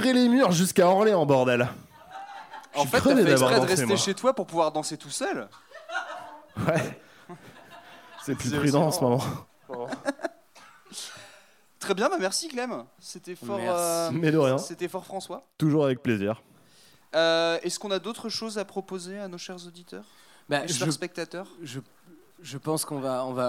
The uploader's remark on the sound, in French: Au menu de cette formule en 50mn avec public offert